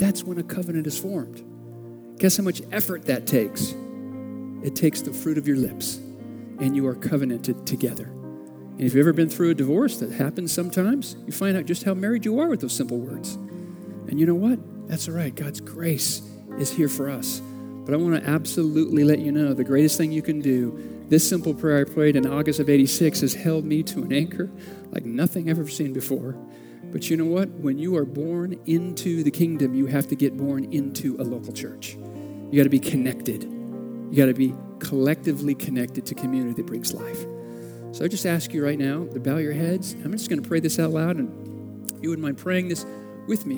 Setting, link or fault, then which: setting, large echoing room